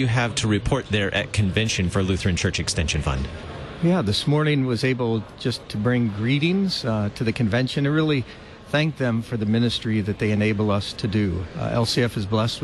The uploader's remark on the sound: LCEF Live from Synod Convention. Live from the 67th Regular Convention of the LCMS.